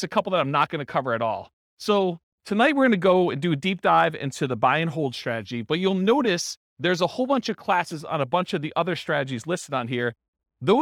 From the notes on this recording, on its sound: This was a live class recorded